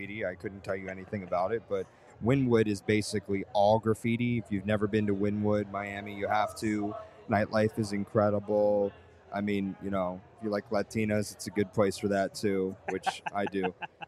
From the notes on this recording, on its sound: Recorded during a special event during Art Basel Miami, we come to you from The Museum of Grafitti. In a special collaboration with Nucleus hub.